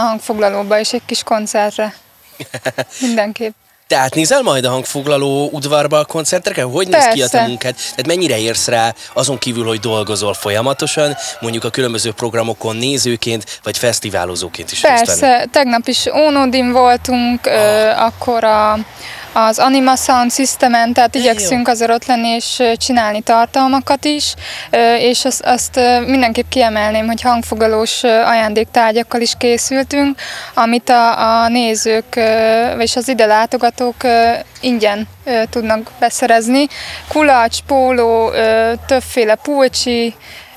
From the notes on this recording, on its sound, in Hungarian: Beat Live. Művészetek Völgye interjúk.